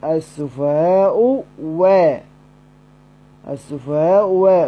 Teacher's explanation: فتعين تدبيرها بحركة سابقتها، فجعلت واوا لأن حركة سابقها الضم، وفتحت محافظة على حركتها. السفهاء و السفهاء و فقال فتحت، أي فتحت الحرف المقلوب هذا اللي هو الواو، محافظة على حركتها حتى لا يكون هناك أكثر من إعلال.